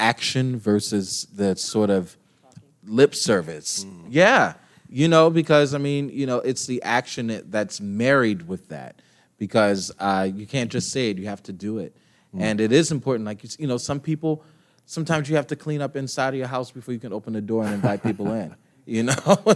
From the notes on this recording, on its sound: Live From Pittsburgh. Our live session with Steel City arts journalist.